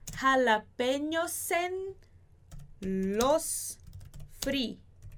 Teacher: a gente vai juntar esse S com o en. Jalapeños en los frijoles.